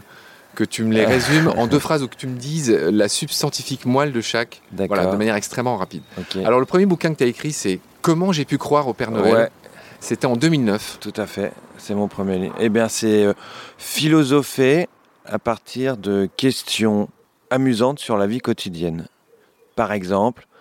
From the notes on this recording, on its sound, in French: Enregistré dans son petit jardin de Montmorency, la ville où a résidé Jean-Jacques Rousseau.